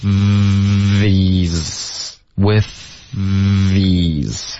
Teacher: 从 with 的这个 th 的音直接滑到一个浊音 · Term: 咬舌的 th